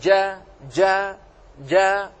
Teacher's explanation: بينما العكس، الحروف الأخرى أو الحروف في الصفة الأخرى وهي صفة الجهر لا يجري فيها النفس. فلو قلت حرف الجيم جا جا جا لن تجد هواء كثيرا